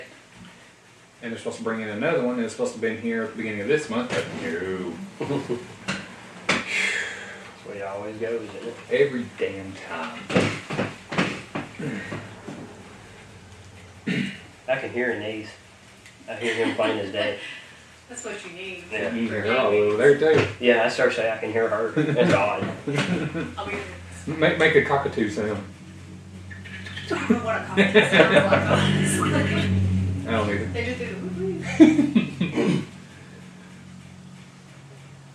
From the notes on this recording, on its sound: my Podtrak didn't record like it was supposed to so the entire sound is from my Canon Camera